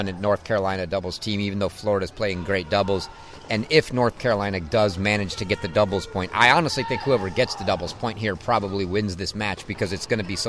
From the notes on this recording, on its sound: come to you live from Wisconsin's Nielsen Tennis Stadium